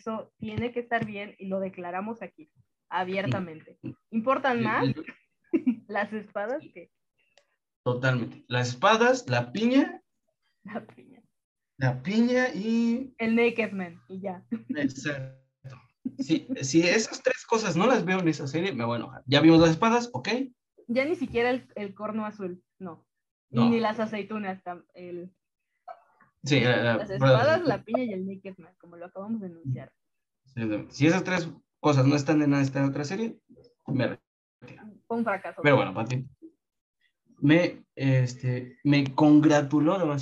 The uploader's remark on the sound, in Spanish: uno de los episodios con peor calidad de audio